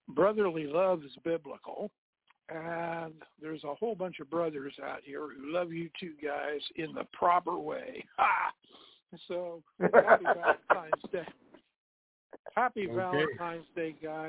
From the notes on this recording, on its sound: TNTSuperfantastic Conference Call